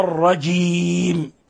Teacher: وطريق المحافظة على الجيم هنا المحافظة على جهرها وشدتها